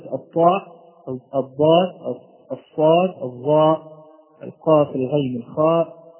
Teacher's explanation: وترتيب هذه الأحرف من حيث القوة والضعف كالآتي: الطاء هي الأقوى على الإطلاق، ثم الضاد، ثم الصاد، ثم الظاء، ثم القاف، ثم الغين، ثم الخاء · Term: التفخيم